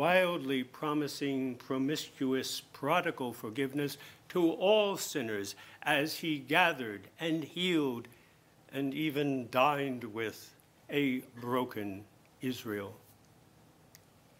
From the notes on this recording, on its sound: Homily at Mass celebrated for the participants of the 2019 Marten Lecture.